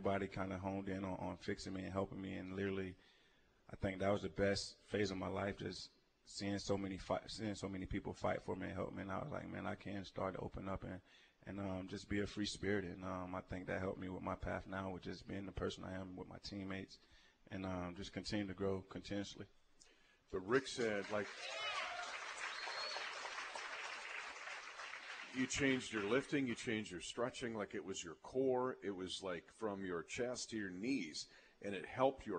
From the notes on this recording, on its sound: Broadcasts live from the Hy-Vee Market Grille in Raytown.